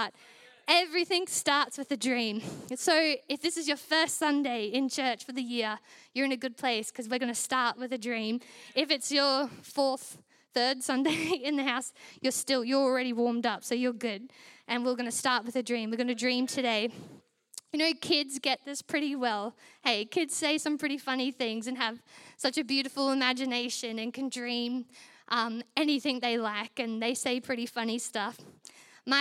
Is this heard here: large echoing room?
yes